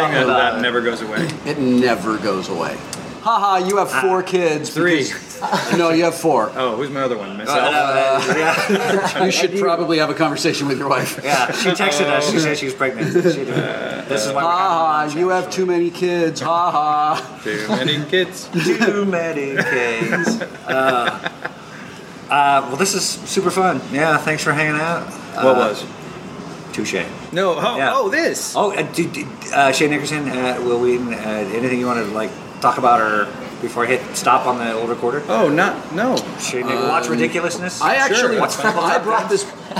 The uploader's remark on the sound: at Fantasia Billiards in Burbank.